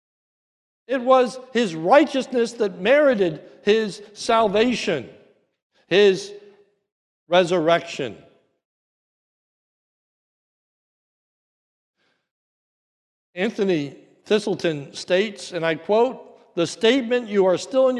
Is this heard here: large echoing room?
yes